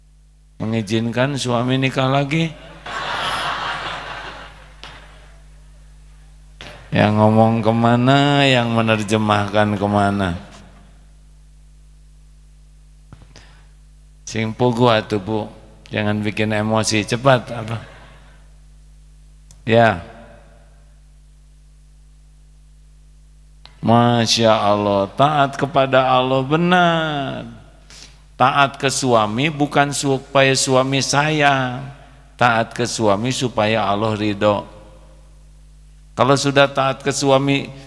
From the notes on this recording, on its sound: LIVE dari Masjid Daarut Tauhiid Bandung